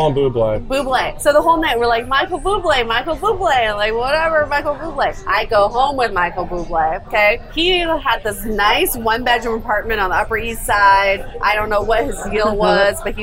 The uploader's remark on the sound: LIVE from Mad River in NYC. Live at his bar, Mad River, in the Upper East Side of New York City.